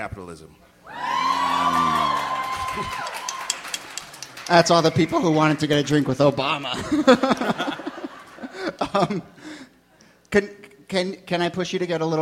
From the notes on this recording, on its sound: Ask Roulette is the conversation series in which strangers ask each other questions live on stage. This excerpt is from our 2014 show at Brooklyn's Bell House.